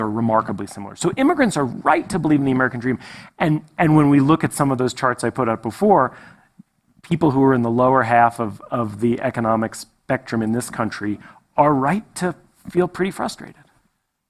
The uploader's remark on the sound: on stage at the festival